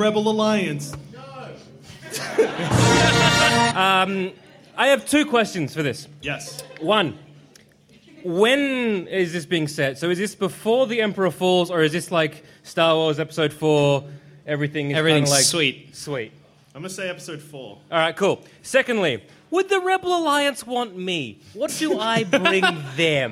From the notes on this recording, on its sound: Our second ever live show! Recorded at the Eureka Hotel in Melbourne in 2015.